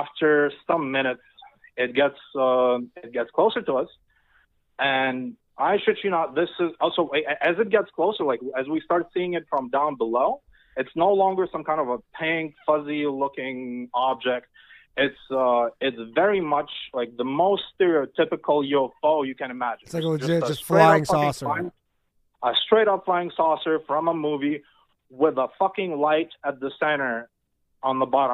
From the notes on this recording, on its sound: The bad advice question/call in show.